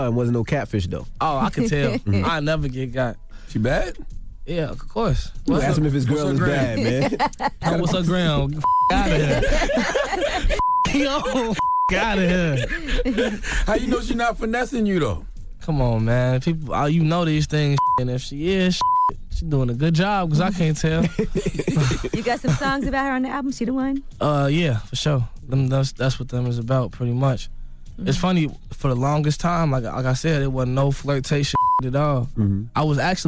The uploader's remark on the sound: We opened up the phone lines to see if our listeners let their kids know the truth or not about Santa Clause.